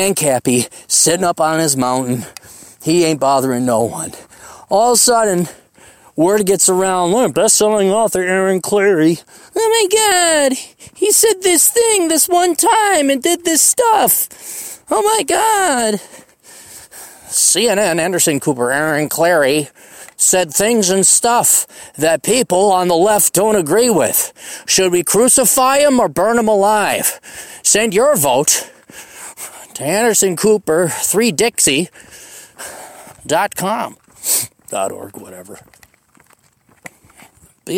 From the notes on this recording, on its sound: Hikes down a Black Mountain.